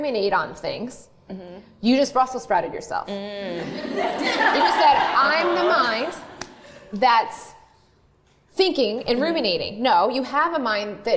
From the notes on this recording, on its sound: We worked with a live studio audience of 140 Lively Show listeners in Pittsburgh.